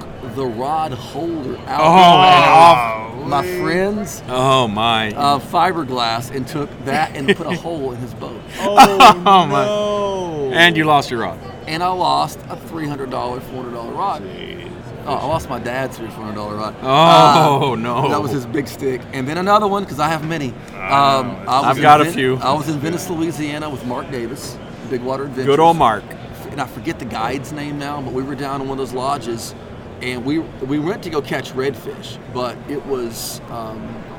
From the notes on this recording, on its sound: Live from the Houston Fishing Show. This podcast was recorded live at the fishing show in the middle of the action.